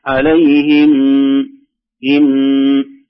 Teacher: ظهور الميم بدون مبالغة في زمنها